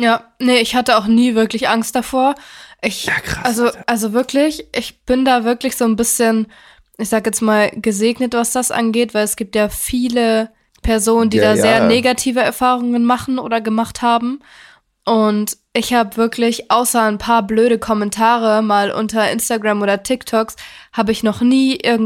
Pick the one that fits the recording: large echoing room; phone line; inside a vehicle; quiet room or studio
quiet room or studio